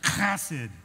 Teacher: Now, it's Hebrew, so you got to get that kind of guttural, phlegmy feel in your throat.